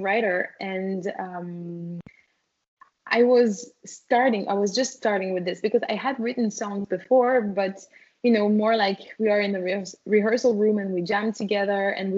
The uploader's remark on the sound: We had some download issues with Skype. I was hoping we would be able to salvage the entire conversation.